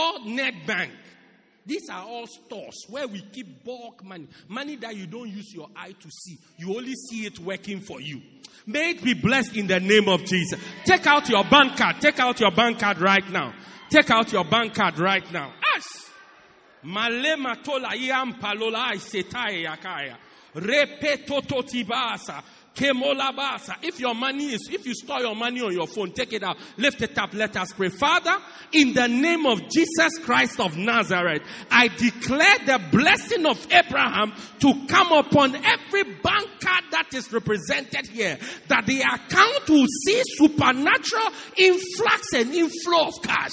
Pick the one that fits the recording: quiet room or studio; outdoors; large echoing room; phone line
large echoing room